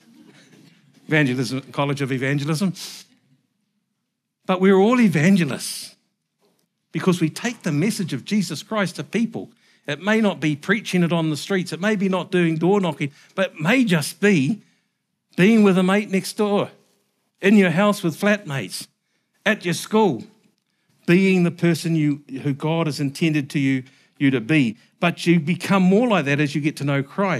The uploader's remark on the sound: Recorded at the Hukanui Bible Church morning service on Sunday the 16th of July 2023 during the 10:00 am service.